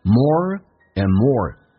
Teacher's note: and 不被强调，可以直接说成一个 n 这个发音